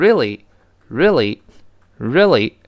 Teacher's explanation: his popularity is really 真的是一个什么呢？Is really 再强调一遍啊。我们给大家纠正发音的时候呢，看到这个，really 还是比较难发。这个字母 R 记住要点是要勾舌头，把 r，r，然后呢，E A 把 re， E 呀，E 呀，re 呀，这个 L 呢是，舌尖不能勾舌，那往前指是 li，li，最后 Y 发 i，所以 really， really 这么一个声音。读快了之后呢，那个 re 呀，那个 a 就几乎听不到了，变成 really，really，really 这个词得多读几遍，那注意这个舌位呢跟中文不太像， <laughs>这有点别扭啊。它的这个声望问题啊，真是一个怎么样呢？A sore